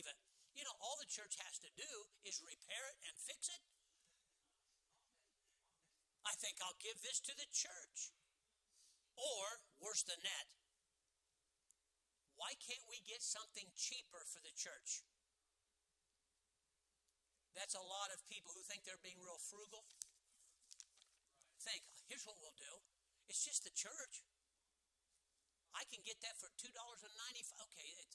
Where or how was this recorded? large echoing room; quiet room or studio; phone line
large echoing room